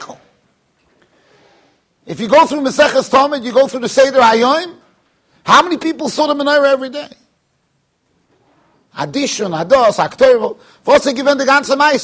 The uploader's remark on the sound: Shiur recorded in Yeshivas Ohr Reuven, Monsey NY.